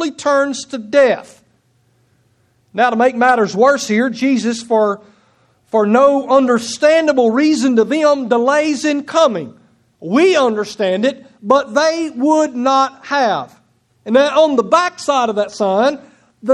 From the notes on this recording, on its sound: Preached on September 18, 2016 at Nola Baptist Church Sontag, MS.